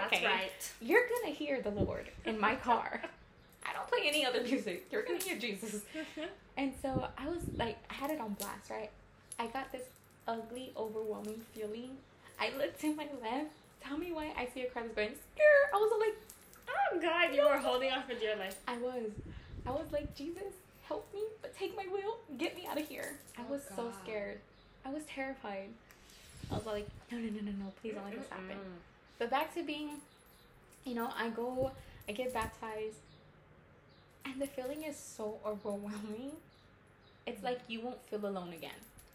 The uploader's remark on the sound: We had some background noise and technical difficulties so forgive us for that.